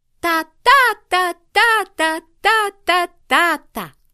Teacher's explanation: Стопа из двух слогов. Ударение на втором слоге. · Term: ямб